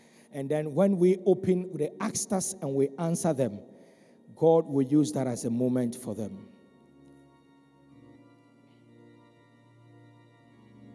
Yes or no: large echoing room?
yes